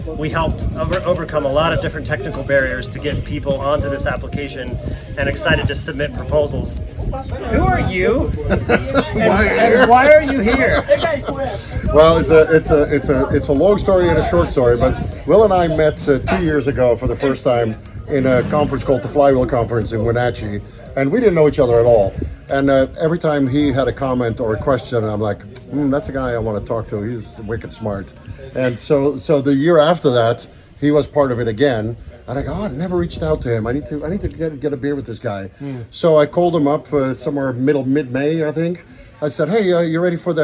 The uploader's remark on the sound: recorded a conversation while we were on-site at a demonstration farm in Togo, West Africa